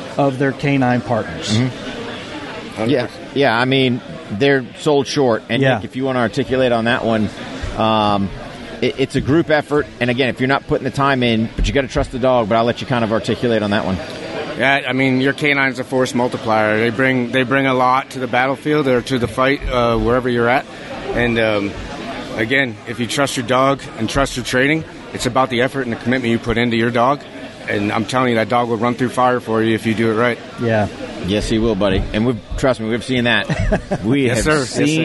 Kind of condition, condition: setting, busy venue